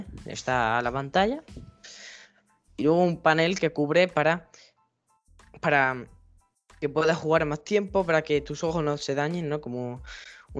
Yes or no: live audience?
no